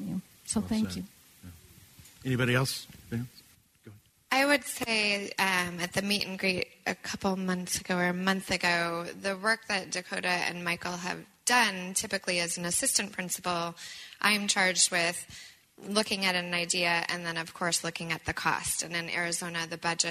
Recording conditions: live audience